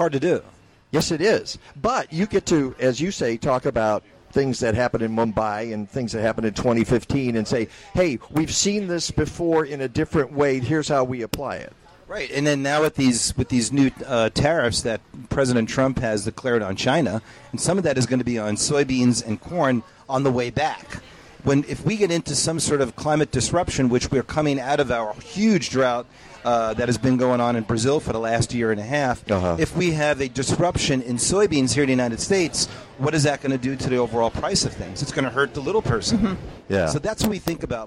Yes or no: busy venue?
yes